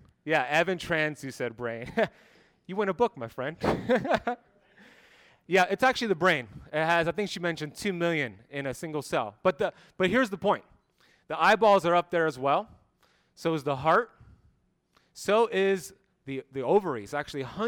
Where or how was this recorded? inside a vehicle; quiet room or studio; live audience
live audience